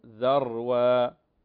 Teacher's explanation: فخم الراء وليس الذال